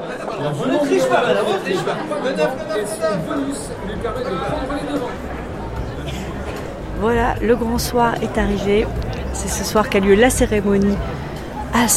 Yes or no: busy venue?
yes